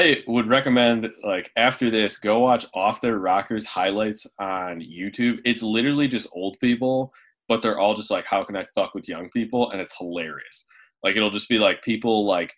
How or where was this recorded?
video call